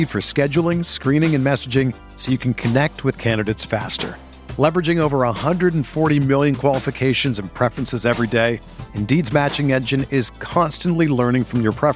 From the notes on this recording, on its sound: at the Knicks Legends Lunch at Clyde's Wine & Dine in NYC